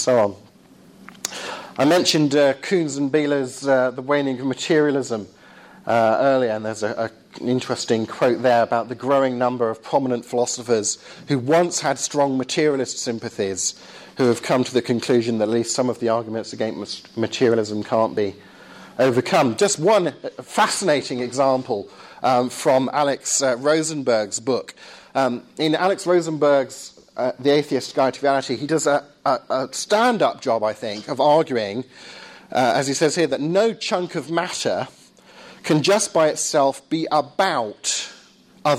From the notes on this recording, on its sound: Lecture at Surrey University.